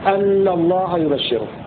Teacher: وقرأ الباقون بفتح الهمزة أن الله يبشرك